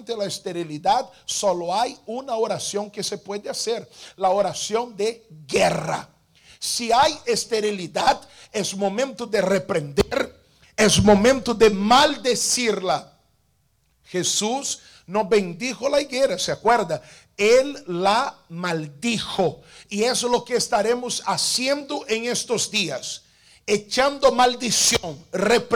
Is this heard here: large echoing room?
yes